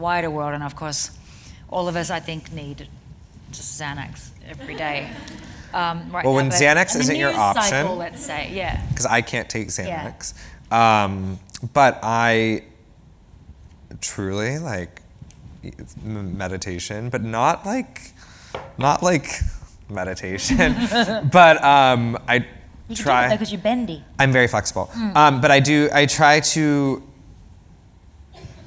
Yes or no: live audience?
yes